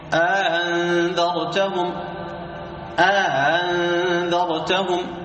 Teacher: يأتون بألف بينهما، يسمونها الألف ألف الفصل، يسميها القراء ألف الفصل، يدخلون ألف بين الهمزتين